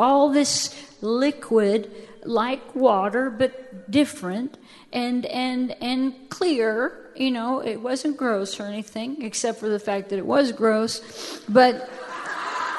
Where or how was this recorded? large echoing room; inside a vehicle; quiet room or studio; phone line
large echoing room